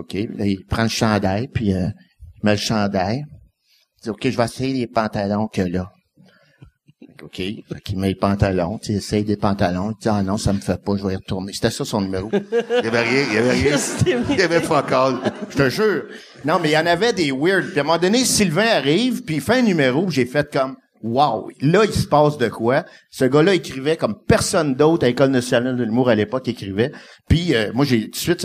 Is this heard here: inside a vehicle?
no